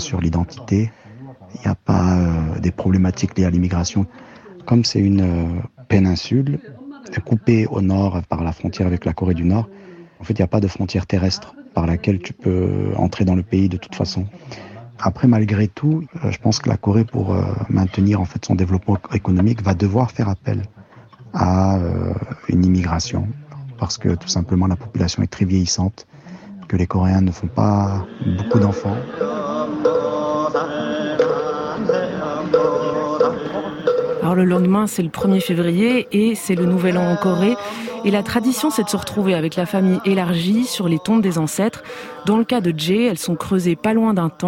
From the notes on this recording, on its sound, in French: A envoyé des notes vocales via WhatsApp pour décrire son pays, sa culture, et sa politique.